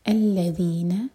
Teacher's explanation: ذال کے لیے ہماری زبان اوپر والے دانتوں کو ٹچ کرے گی تھوڑی سی ٹپ باہر ہوگی